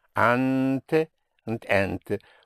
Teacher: With the stress on the an or en.